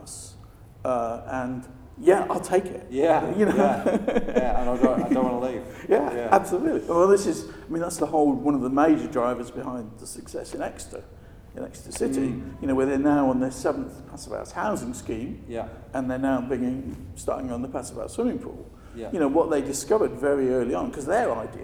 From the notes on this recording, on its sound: At the 2019 Passive House Conference in Heidelberg